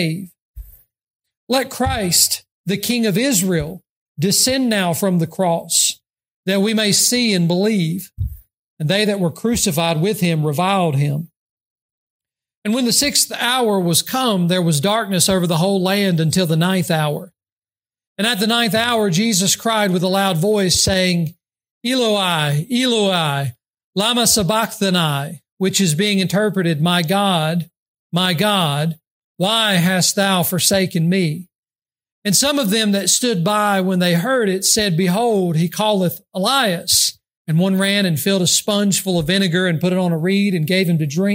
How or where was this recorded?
large echoing room